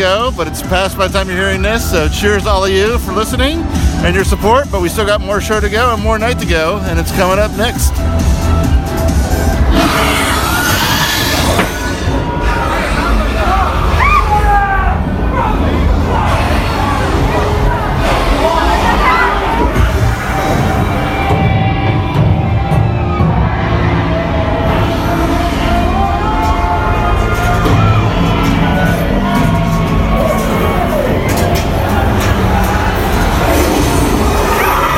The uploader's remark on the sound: records his final night at HHN29